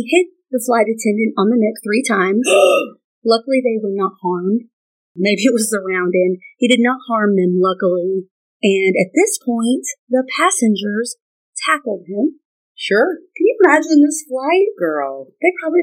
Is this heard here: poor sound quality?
yes